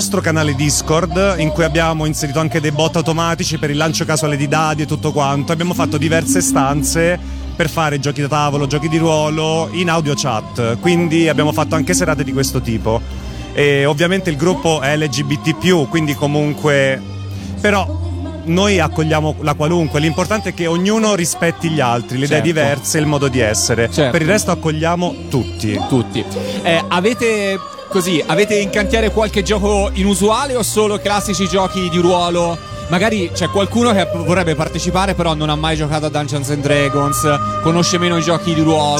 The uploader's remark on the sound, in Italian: Da San Marino Comics 2020 la nostra intervista